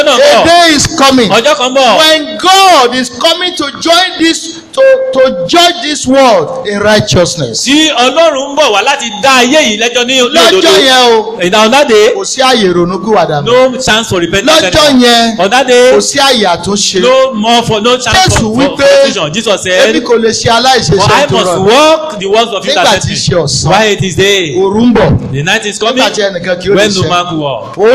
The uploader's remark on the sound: This is the full audio recording of our Official Church Dedication and Appreciation Service.